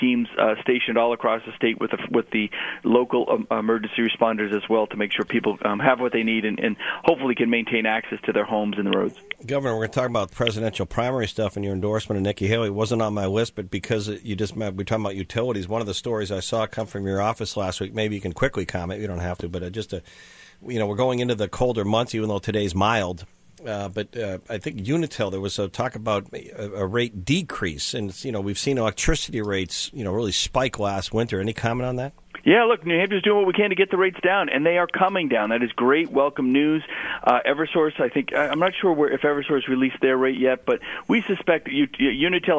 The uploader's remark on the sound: called into GMNH